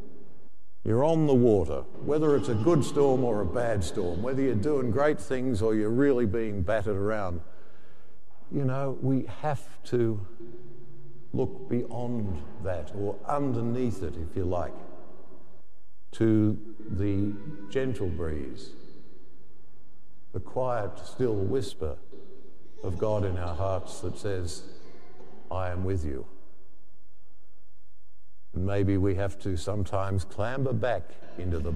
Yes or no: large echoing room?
yes